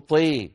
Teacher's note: يميل الطاء في كلمة طاسين، فلا يقول طا بل يقول طي